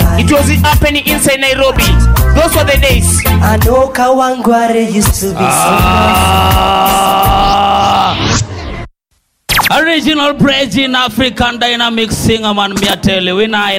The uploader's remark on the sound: Live at Nyanza House Club (2005)